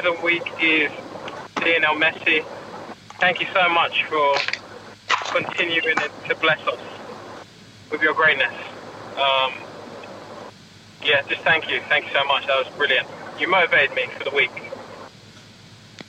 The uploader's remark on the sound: First of all Apologies for the sound quality. Recorded whilst driving (hands free of course, safety first and that).